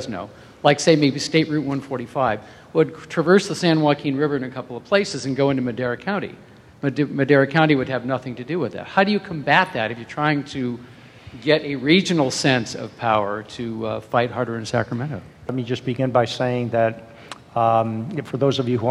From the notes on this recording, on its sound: In a conversation at the Fresno Art Museum.